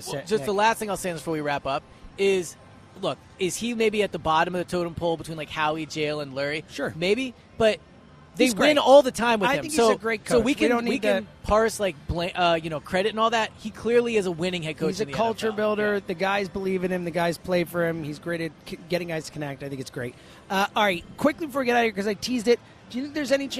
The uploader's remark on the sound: live at Parx Casino